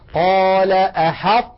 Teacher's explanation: نطقت الآن أنا طاء ساكنة غير مقلقلة وبقي المخرج مطبقا